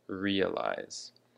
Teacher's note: the emphasis of this word is on the first syllable